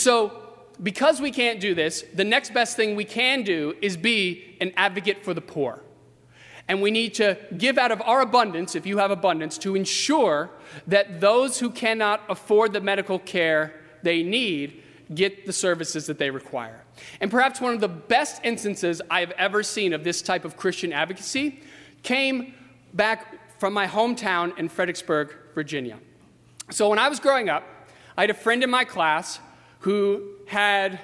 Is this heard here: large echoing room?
yes